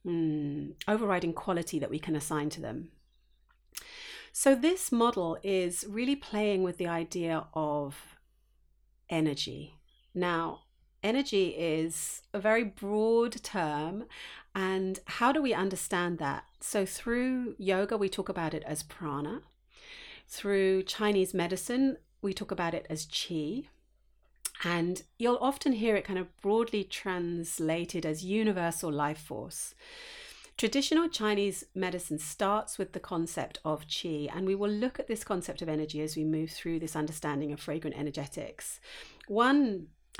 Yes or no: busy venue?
no